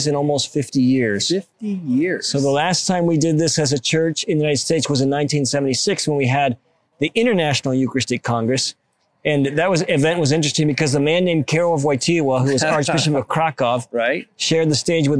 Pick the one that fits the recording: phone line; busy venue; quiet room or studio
busy venue